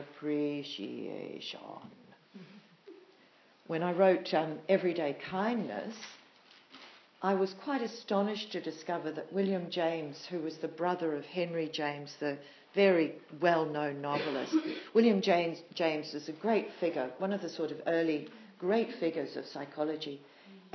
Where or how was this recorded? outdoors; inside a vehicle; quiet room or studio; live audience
live audience